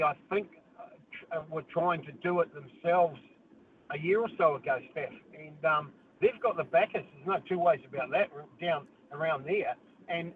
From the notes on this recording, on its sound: hits the phone and text line to see what listeners have to say